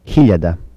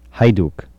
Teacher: variations of voiceless velar fricative.